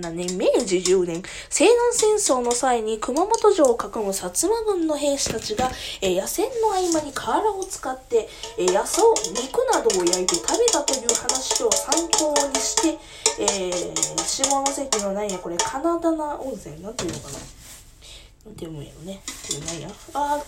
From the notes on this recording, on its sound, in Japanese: 薄焼き卵を作りながら。From Radiotalk。料理音声。